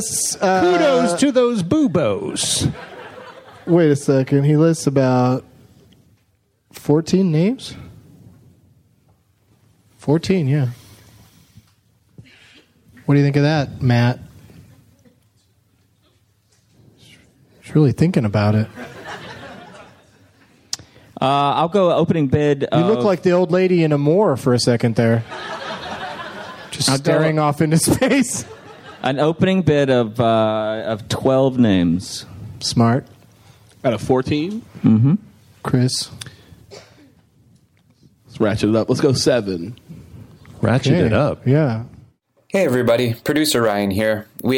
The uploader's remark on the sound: Live from Cap City Comedy Club in Austin, TX.